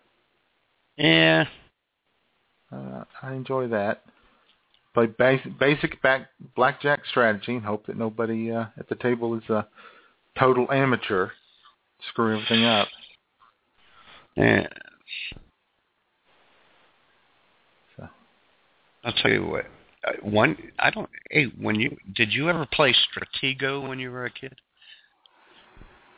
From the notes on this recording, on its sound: All of this frivolity plus your phone calls with your favorite games of all-time.